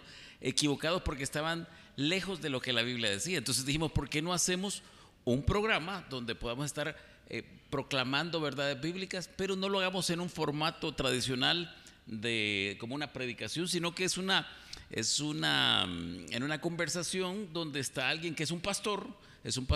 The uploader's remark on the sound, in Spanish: una grabación en vivo desde Paradigma